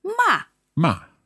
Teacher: the fourth tone is sharply down.